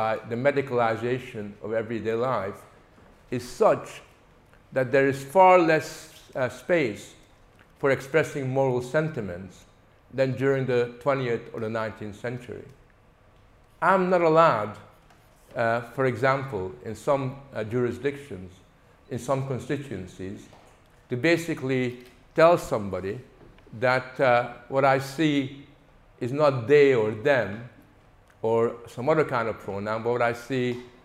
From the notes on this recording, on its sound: Features the lecture ‘Freedom of conscience: 21st century challenges’ recorded at Living Freedom Summer School 2023.